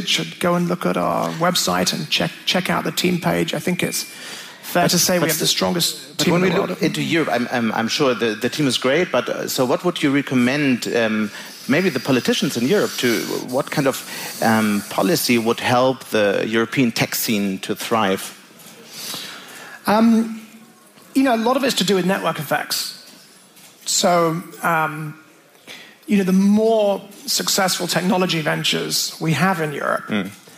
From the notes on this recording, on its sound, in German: Aufgezeichnet wurde das Interview auf der Bähne der Digitalkonferenz DLD in München.